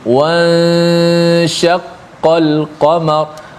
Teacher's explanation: gunnah pada ikhfa nun bertemu dengan huruf shin